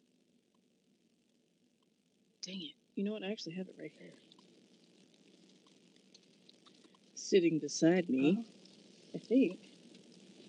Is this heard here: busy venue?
no